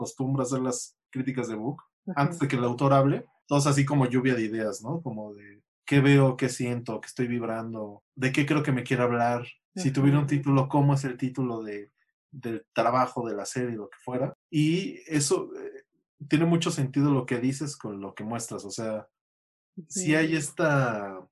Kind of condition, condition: link, video call